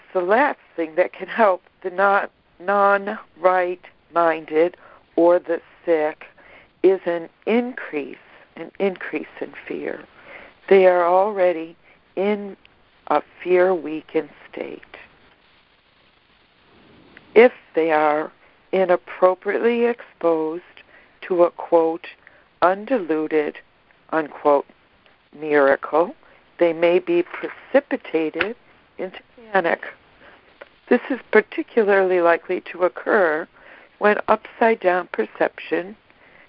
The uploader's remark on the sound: ACIM Daily Conference Call.